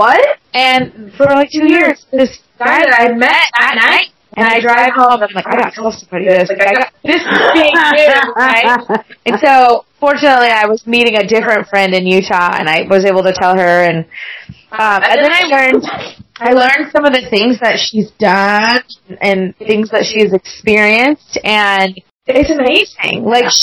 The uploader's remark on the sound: Due to Mic issues, this episode has a little echo.